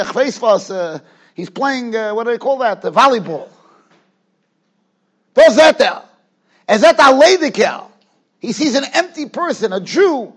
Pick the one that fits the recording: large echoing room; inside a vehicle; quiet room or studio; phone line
large echoing room